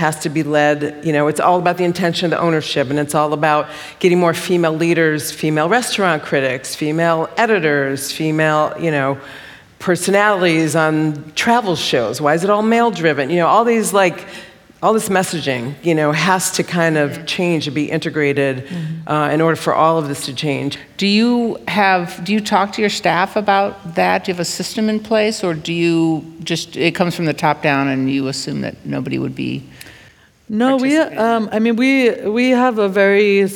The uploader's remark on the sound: This episode is an excerpt from The View From The Kitchen panel event hosted by the New York Times and Yerba Buena Center for the Arts